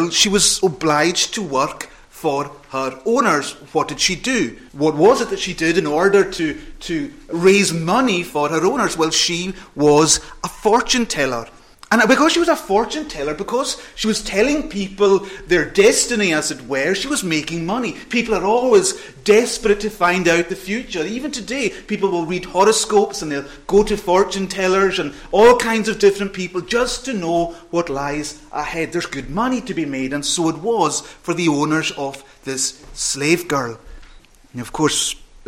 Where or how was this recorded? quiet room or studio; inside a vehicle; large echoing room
large echoing room